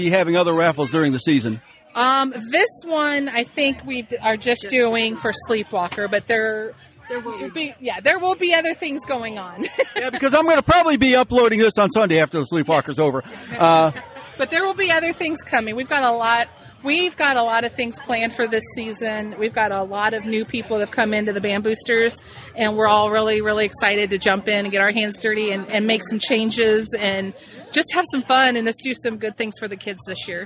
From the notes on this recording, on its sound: Special Edition. Bandboosters at the Sleepwalker Festival.